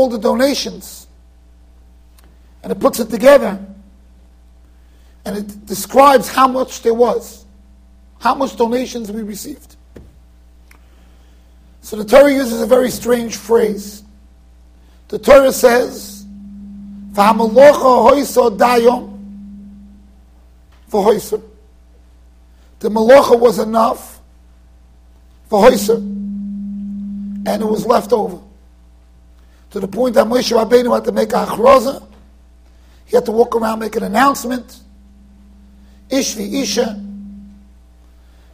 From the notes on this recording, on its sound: Shiur recorded in Yeshivas Ohr Reuven, Monsey NY.